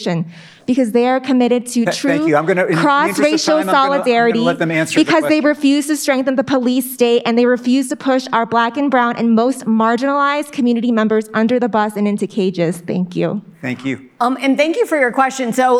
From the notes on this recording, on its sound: In this panel at the 2022 Aspen Ideas Festival